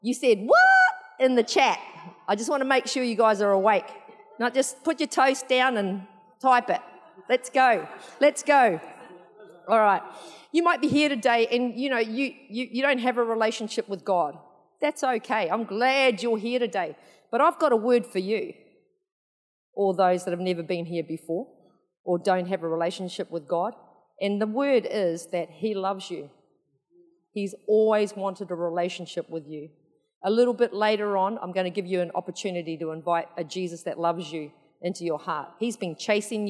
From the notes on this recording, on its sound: Recorded in the 9am service on Sunday, 2nd October 2022